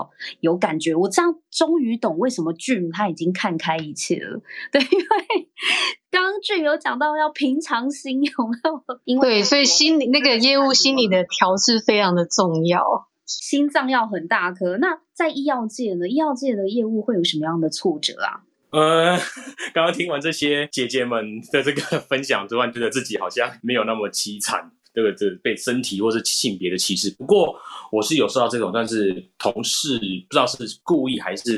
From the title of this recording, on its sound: Live on Clubhouse